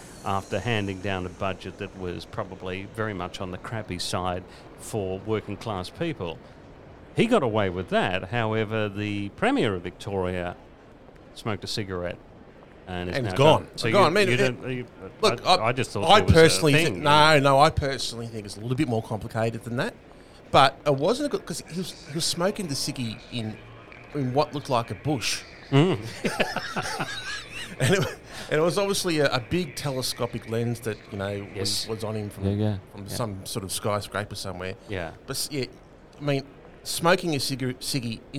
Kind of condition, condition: setting, busy venue